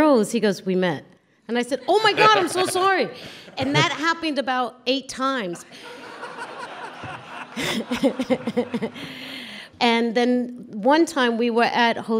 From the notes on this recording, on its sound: The actress and artist sit down for a live taping of What's Good.